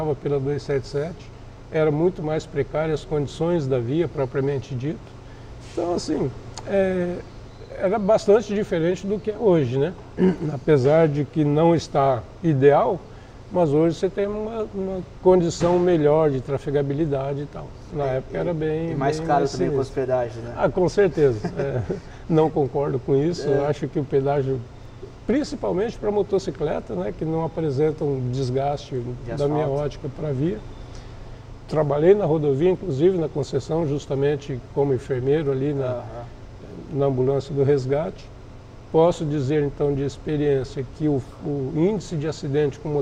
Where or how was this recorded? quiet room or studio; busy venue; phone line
busy venue